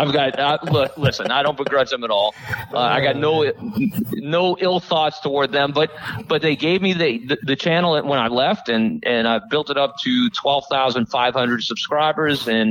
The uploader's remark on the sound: three telephone interviews